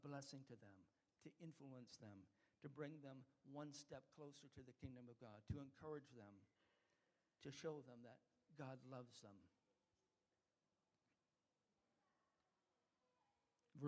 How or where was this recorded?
large echoing room